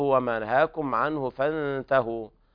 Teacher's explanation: أيضا كلمة نهاكم فيها التقليل